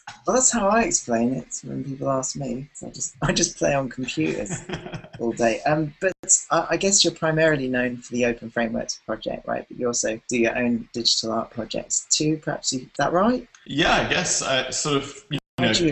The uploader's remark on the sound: Sorry about the audio quality – it gets better after the first 10 minutes.